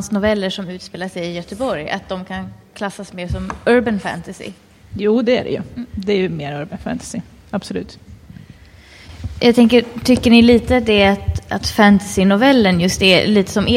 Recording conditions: busy venue